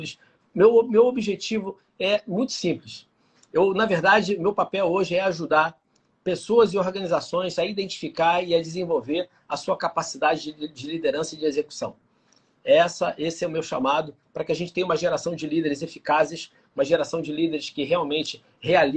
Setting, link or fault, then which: link, video call